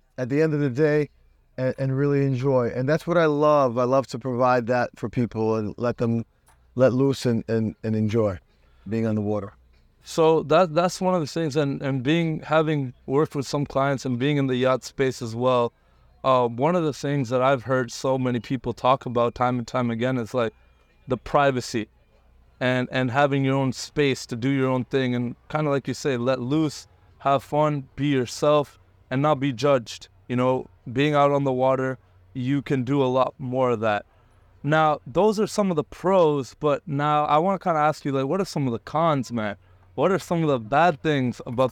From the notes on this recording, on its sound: Record this podcast on his yacht. Based in Miami FL.